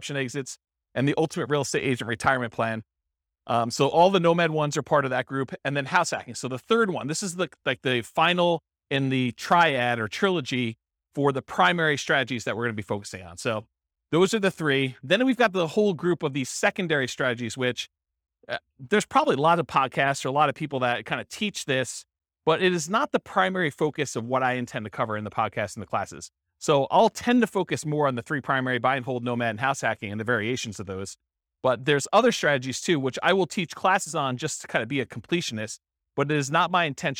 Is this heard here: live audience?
yes